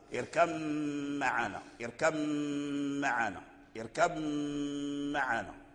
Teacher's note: فإذا أظهرنا لقالون لابد من قلقلة الباء، اركب معنا اركب معنا، وإذا أدغمنا ذهبت القلقلة وأدخل الباء في الميم فأصبحت الميم مشددة مع الغنة · Term: الإدغام